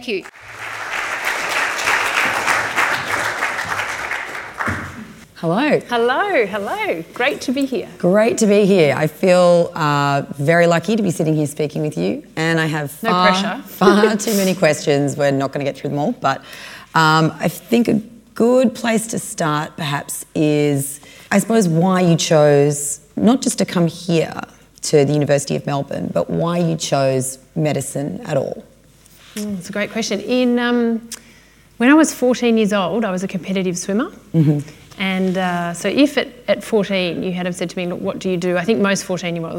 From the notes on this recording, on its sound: This episode was recorded on the 27 th February 2020 at the Alumni Hour hosted. MDHS, at the University of Melbourne.